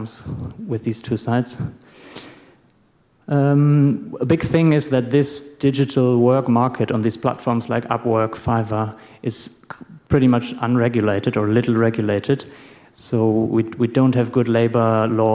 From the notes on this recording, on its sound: Presentation with Q&A/open discussion at the end or in between